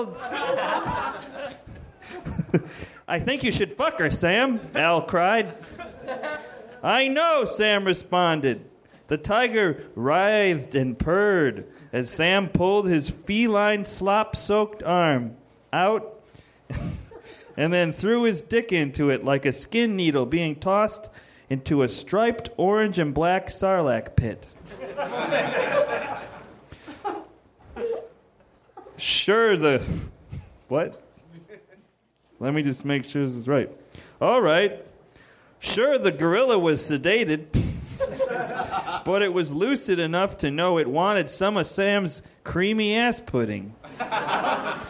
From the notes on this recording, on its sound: Recorded at Nerdmelt Theater, Oct 16 2013.